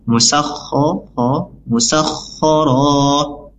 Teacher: Kemudian huruf kho, kho itu dia ada makhrajnya, sifatnya makhrajnya itu ada di tenggorokan bagian atas